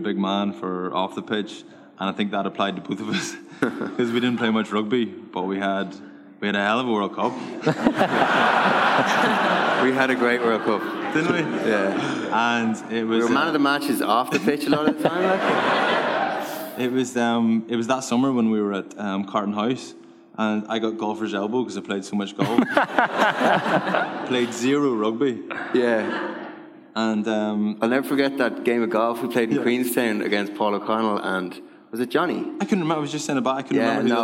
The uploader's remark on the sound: LIVE in Dublin